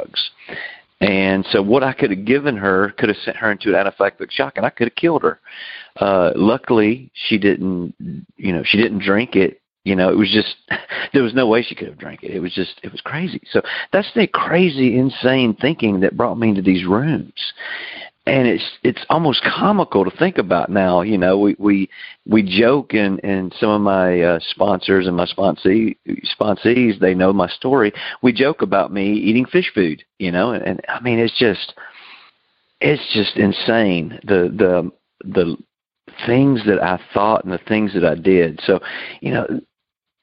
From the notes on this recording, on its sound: Noon Phone Speaker Meeting